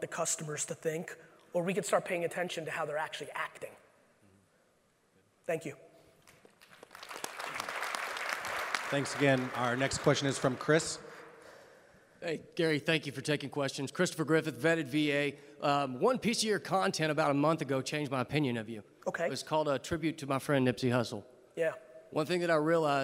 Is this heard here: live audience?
yes